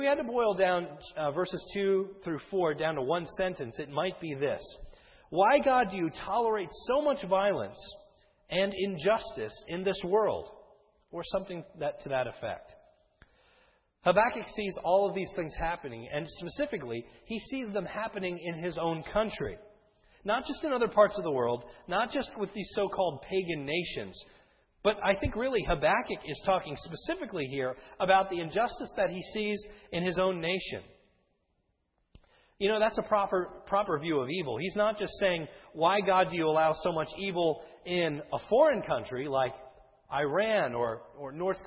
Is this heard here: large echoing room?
yes